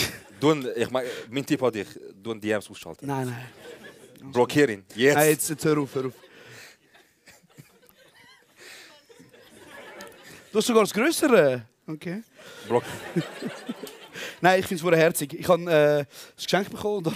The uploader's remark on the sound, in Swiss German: K&B Live - Exil. Die ersti hälfti vo de Live Show im Exil.